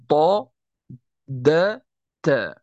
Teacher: هنا الناظم رحمه الله تعالى قال: والطاء والدال والتاء منه، يعني من طرف اللسان، ومن عليا الثنايا، يعني ومن الثنايا العليا، أي أن طرف اللسان مع ما يحاذيه من أصول الثنايا العليا، وليس أطرافها